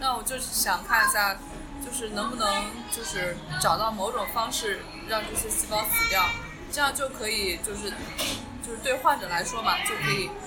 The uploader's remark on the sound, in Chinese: 本次在咖啡厅录制, 杂音较大, 望见谅.